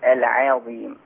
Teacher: بس العظيم هتحط الف، العظيم على طول. يعني ارقق حرف العين واخش على طول. وتفخم الظاء على طول